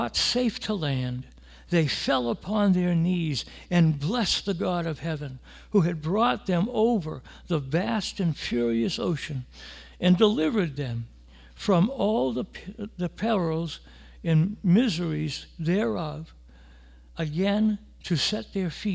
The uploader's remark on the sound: The audio from our service on July 5, 2020.